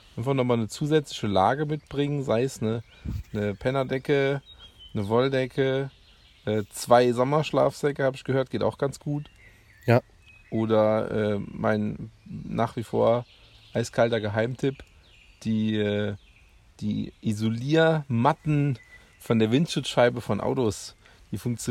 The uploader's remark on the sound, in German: Live und entspannt aus der Hängematte